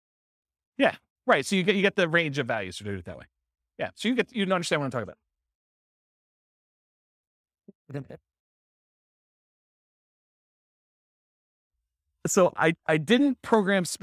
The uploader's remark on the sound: This was a live class recorded